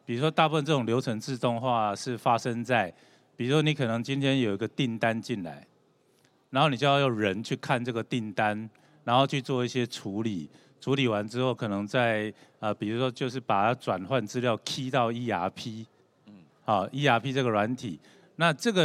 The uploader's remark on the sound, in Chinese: 本集節目於2022年「台灣國際智慧製造系統整合展（TIIM）」展期間錄製